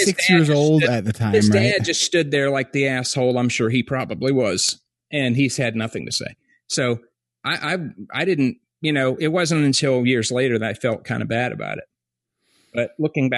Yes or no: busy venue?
no